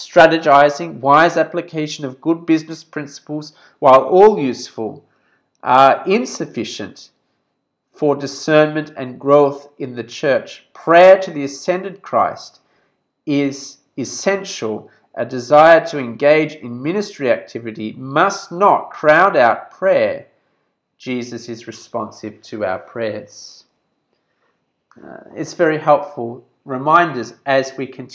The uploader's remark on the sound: This sermon was preached at Subang Jaya Gospel Centre on 7th February 2021.